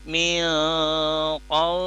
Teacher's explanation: Jadi tidak ming, tidak nyengir tapi milqa dengan posisi rahang terangkat pada saat gunnahnya. · Term: gunatul ikhfa